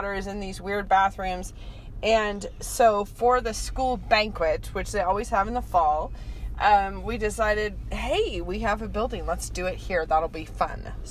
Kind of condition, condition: setting, inside a vehicle